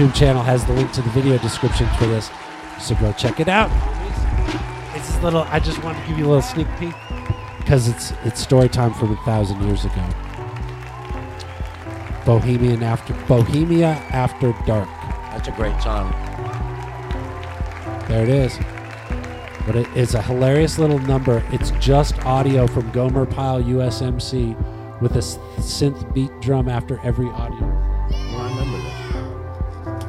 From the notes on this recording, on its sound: Filmed in front of a live Studio Audience